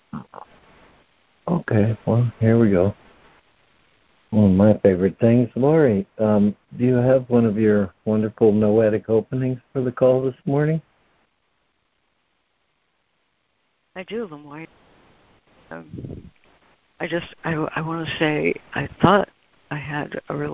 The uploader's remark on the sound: ACIM Daily Conference Call.